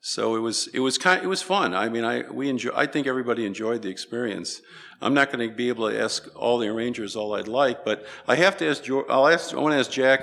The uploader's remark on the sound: ASMAC Luncheon with Academy Awards Arrangers.